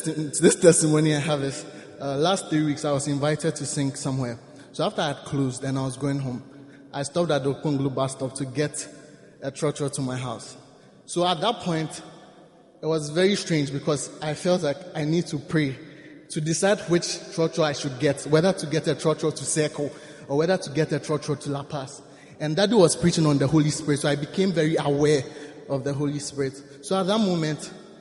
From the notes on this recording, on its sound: Preached at the First Love Center.